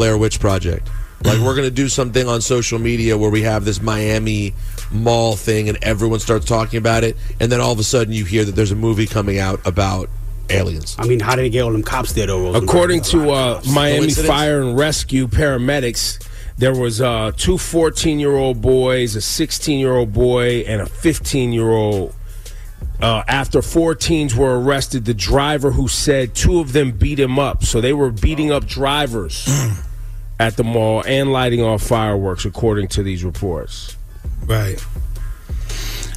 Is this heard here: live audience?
no